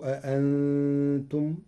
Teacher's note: قرأ ورش كلمة أأنتم بتسهيل الهمزة الثانية بين وله إبدالها ألفا مشبعة لوجود نون ساكنة مخفاة بعدها.